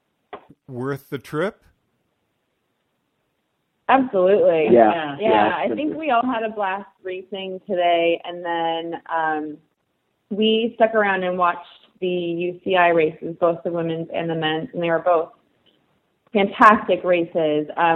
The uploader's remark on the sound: Cyclocross Long Beach Post Race Day 1. Phone in after a successful day of racing!